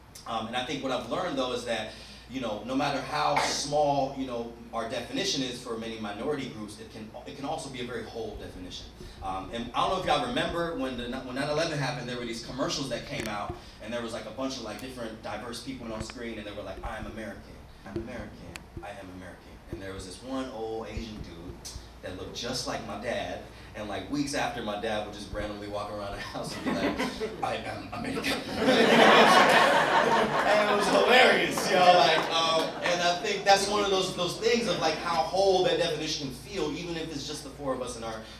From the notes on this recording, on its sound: performs live at Storyfort 2017.